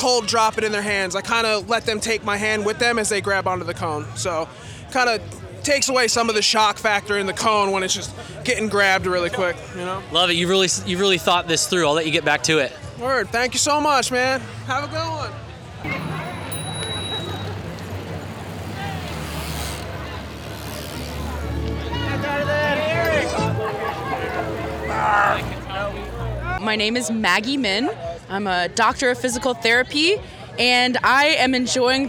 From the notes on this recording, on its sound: Live from the Ladds 500! Wade into the thick crowds at Ladds 500 to chat with the assembled characters.